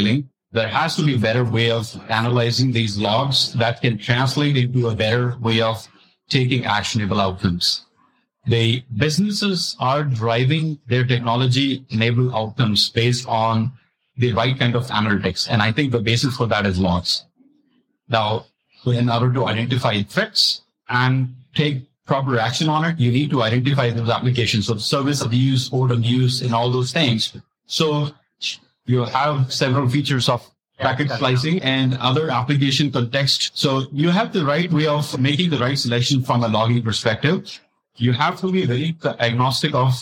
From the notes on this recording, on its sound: Recorded at Cisco Live '23. Recorded live at Cisco Live 2023.